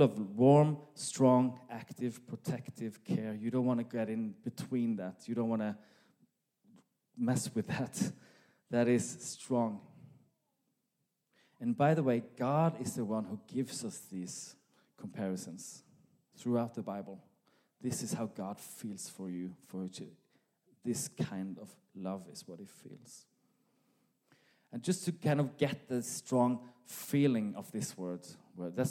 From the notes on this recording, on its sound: This message was recorded live at our Malmö Gathering. C3 Church Malmö & Lund.